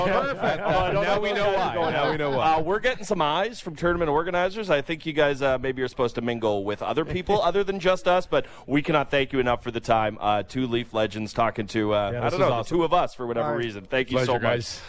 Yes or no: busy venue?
yes